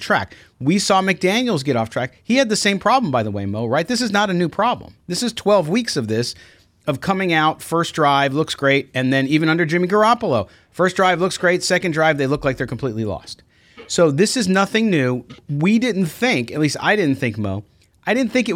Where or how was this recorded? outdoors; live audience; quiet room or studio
quiet room or studio